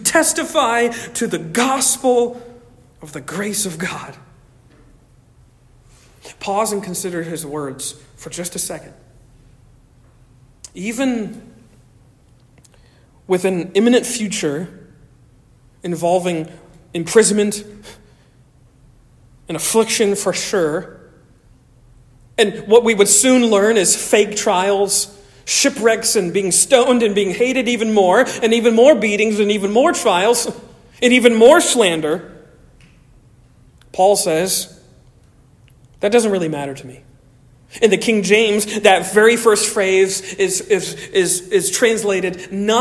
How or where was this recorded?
large echoing room